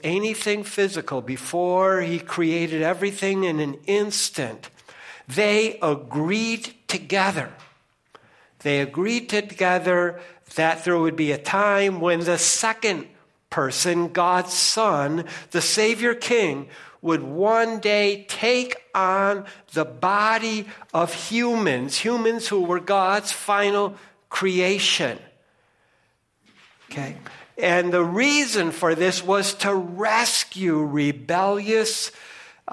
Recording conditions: large echoing room